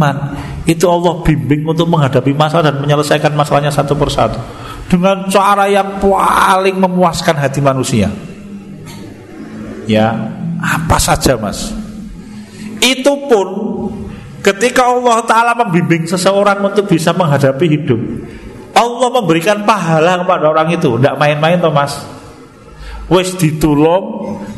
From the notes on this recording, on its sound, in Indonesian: Di Masjid At Tahkim, Jln KH Ahmad Dahlan, Ngampilan, Yogyakarta rutin setiap hari Jumat selepas sholat magrib sampai dengan isya yang diselenggarakan oleh FKAM Yogyakarta dan Takmir Masjid At Tahkim.